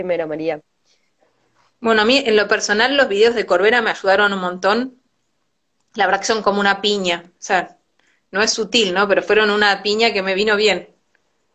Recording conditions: video call